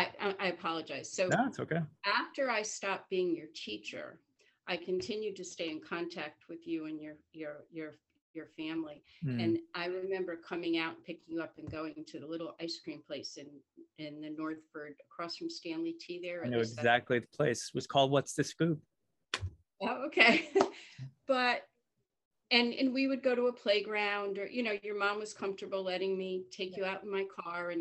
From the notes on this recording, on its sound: First sorry for the zoom format!